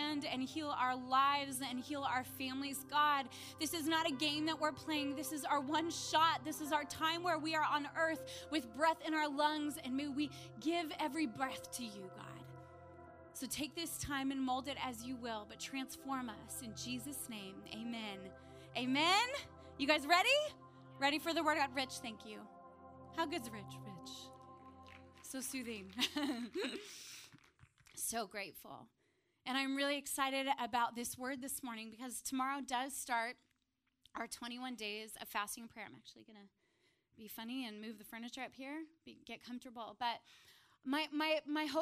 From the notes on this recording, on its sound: preached this message on January 7th at our Upper West Side communiy